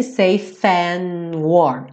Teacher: Safe and. Já junta, porque o E do safe não vai ser pronunciado, certo? Então você junta o F